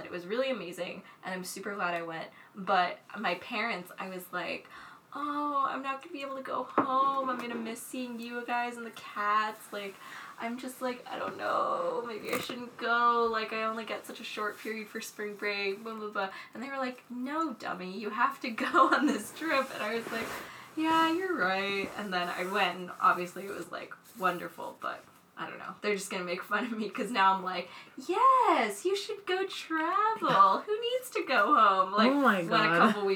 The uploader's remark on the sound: If you hear clanking noises, it's our mugs of tea